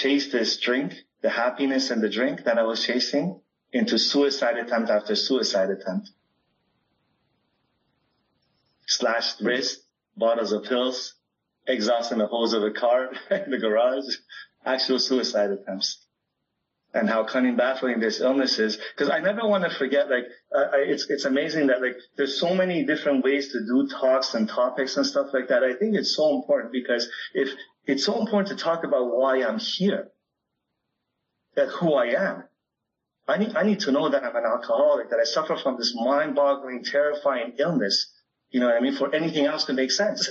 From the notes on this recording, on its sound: This meeting was recorded on September 11th 2022 at the Sheffield Sunday, As Bill Sees it meeting on Zoom.